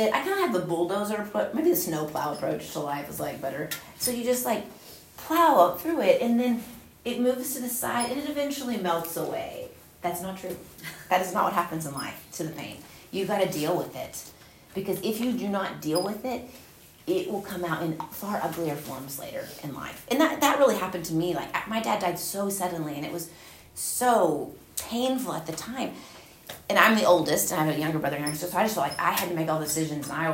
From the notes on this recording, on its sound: Recorded at Union Church.